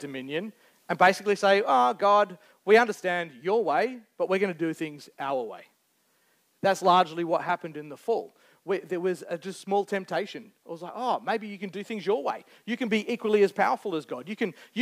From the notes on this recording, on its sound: Recorded Live on 21st May 2023. Geraldton Baptist Church.